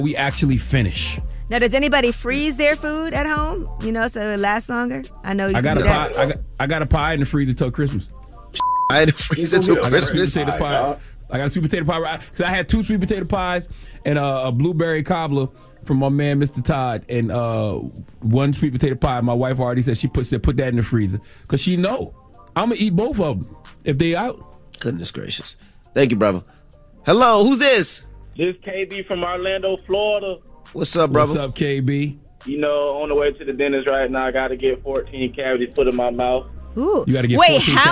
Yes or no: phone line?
yes